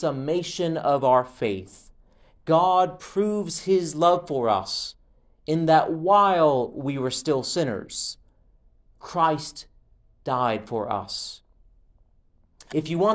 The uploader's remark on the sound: Preached at All Saints Episcopal Mission in Linville, North Carolina.